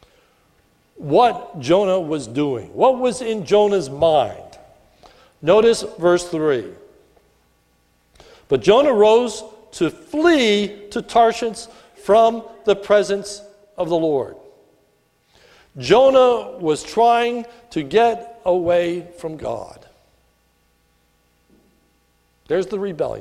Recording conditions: large echoing room